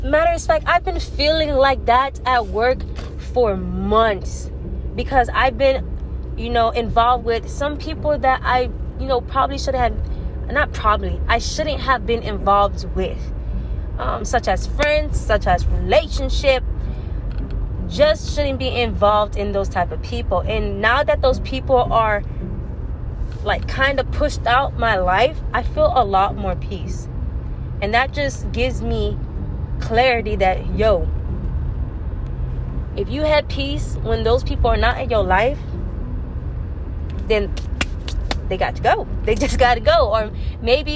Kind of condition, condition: setting, inside a vehicle